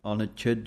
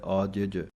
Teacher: ਇਹ ਤੇ ਅਧਕ ਦੇ ਨਾਲ ਬੋਲਣਾ ਹੈ ਪਰ ਲੇਕਿਨ ਦੂਸਰਾ ਪਾਠ ਜੋ ਹੈ ਆਜਿਜ ਇਹ ਪੋਲਾ ਉਚਾਰਨ ਕਰਨਾ ਹੈ। ਇਹਨੂੰ ਅਜਿਜ ਨਹੀਂ ਬੋਲ ਦੇਣਾ।